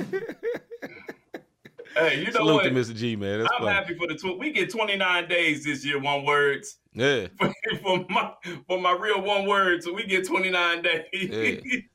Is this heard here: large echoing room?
no